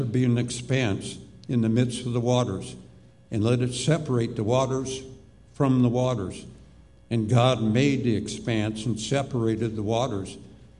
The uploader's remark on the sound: Live Worship Service